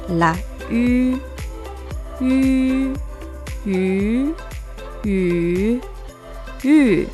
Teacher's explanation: La pronunciación de la U es algo así como un sonido intermedio entre la I y la U. Para pronunciarla se puede pronunciar primero I y manteniendo y variable la lengua, cambiamos los labios a la posición de la U es decir, los labios se redondean hacia adelante dejando un orificio en el centro.